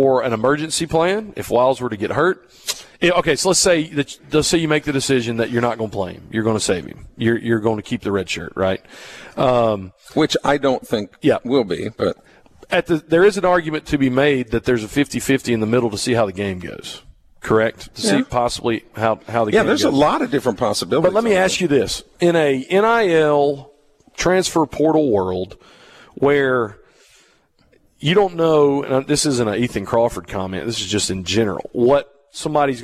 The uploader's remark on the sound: Broadcasting from the Mississippi Armed Forces Museum at Camp Shelby for Veterans Day